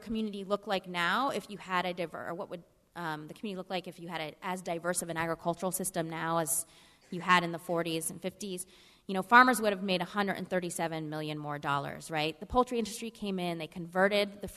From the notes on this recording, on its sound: A powerful town hall meeting recorded last week in Salisbury.